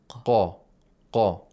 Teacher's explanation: Qaf has to be pronounced thickly. It should be voiced. Mm-hmm. It has jahr. · The place of articulation of qaf is the very back of the tongue and the uvula. Qa. Some say it's the root of the tongue.